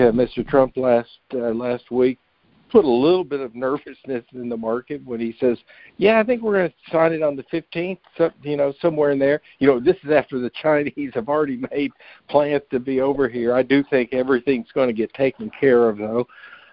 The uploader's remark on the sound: Jan 2020 Monthly Conference Call